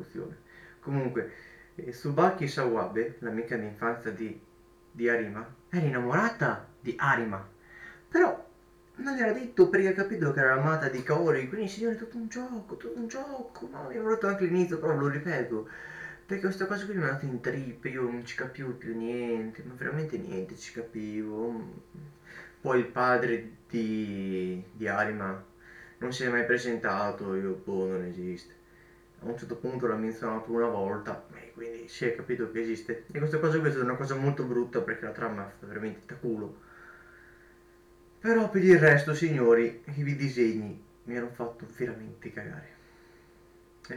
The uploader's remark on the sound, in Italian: scusate l'audio un po' metallico ho sbagliato a settare il microfono.